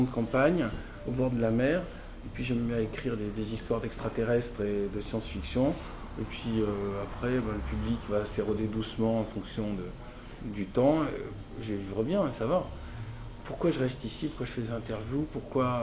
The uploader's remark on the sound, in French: C'est vraiment très brut : avec les bruits ambiants, les coupures et digressions.